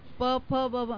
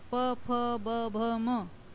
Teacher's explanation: दांत के ऊपर की जॉ पर आती है, प फ ब, ये ओष्ठ से ही बोले जाते हैं